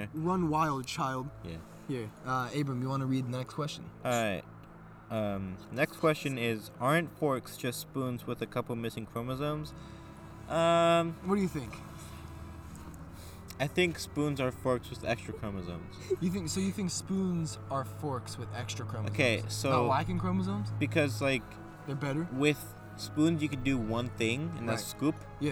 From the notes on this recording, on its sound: Recorded at an abandoned water aqueduct in the middle of the forest.